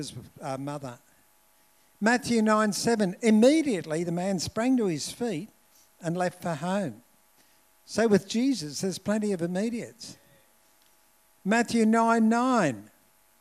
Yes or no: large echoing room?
yes